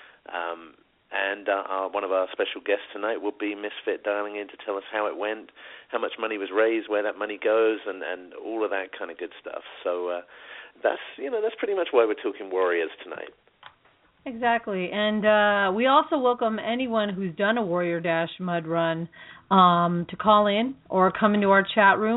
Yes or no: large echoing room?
no